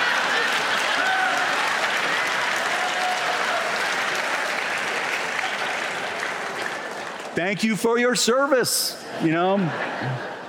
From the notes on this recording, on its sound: Recorded at the closing of the 2023 Sun Valley Writers' Conference